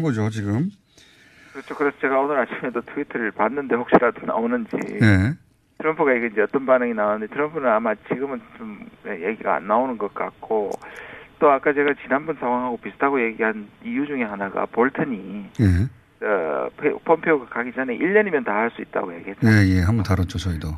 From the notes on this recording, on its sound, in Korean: 전화연결